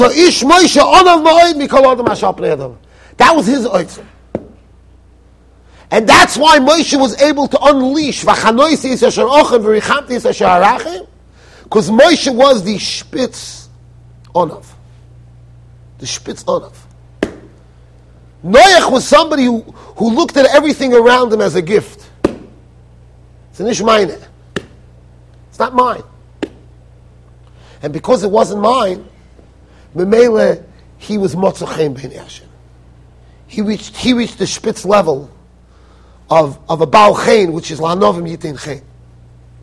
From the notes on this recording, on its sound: Shiur recorded in Yeshivas Ohr Reuven, Monsey NY.